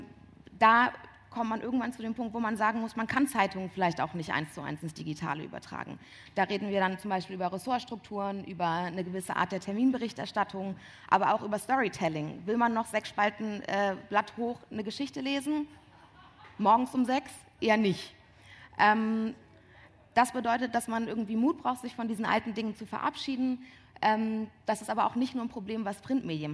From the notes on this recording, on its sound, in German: Diese Aufzeichnung stammt vom 01.09.2018 im RP-Zelt beim Campfire-Festival in Düsseldorf.